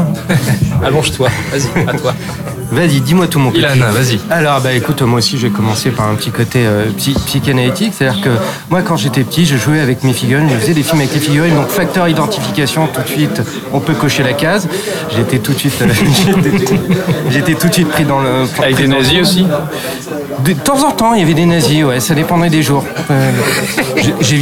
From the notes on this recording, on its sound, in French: Enregistré au Hurling pub (8 Rue Descartes, 75005 Paris), le samedi 12 janvier 2019.